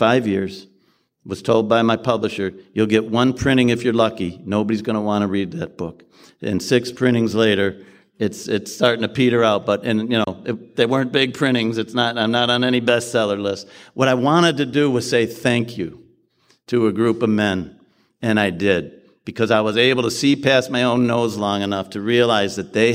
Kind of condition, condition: setting, live audience